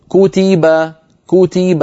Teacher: لما قلت كو نطقت بعد الكاف واو قصيرة اسمها ضمة، تي لما قلت تي نطقت تاء وبعدها ياء قصيرة اسمها كسرة، با لما نطقت الباء المفتوحة نطقت باء ثم أتبعتها بألف قصيرة اسمها فتحة.